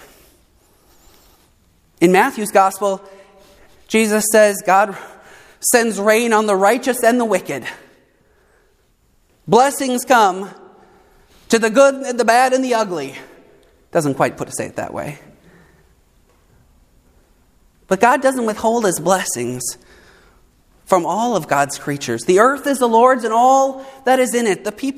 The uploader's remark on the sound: preached at Saint Mark Lutheran Church in Morristown, NJ and Good Shepherd Lutheran Church in Florham Park, NJ